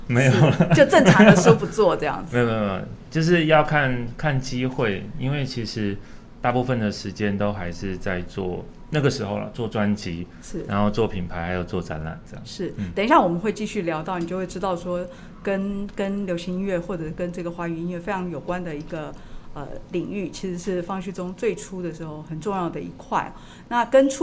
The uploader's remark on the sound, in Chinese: 本集節目在「Sidoli Radio小島裡」現場錄製，並共同播出。